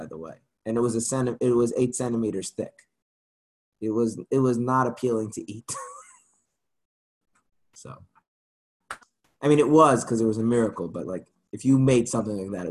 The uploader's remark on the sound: Zoom Class